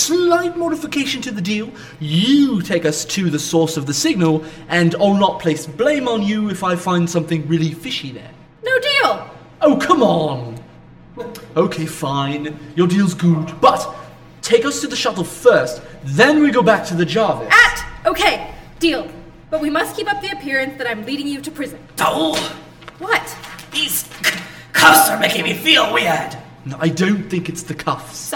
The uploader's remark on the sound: Originally Recorded Live at Packrat Comics